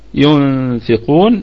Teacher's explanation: وغنة الإخفاء هنا تكون مرققة لأن حرف الفاء من حروف الاستفال · القاف أيضا فيها مد طبيعي وقلقلة نسبية، قلقلة نسبية ومد طبيعي وصلا ومد عارض للسكون وقفا. · Term: إخفاء حقيقي بغنة